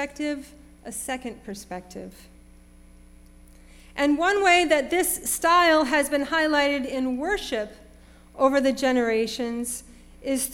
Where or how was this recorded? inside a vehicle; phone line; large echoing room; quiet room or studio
large echoing room